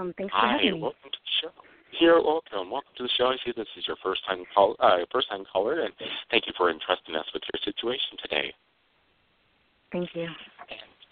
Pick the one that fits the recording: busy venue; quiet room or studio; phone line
phone line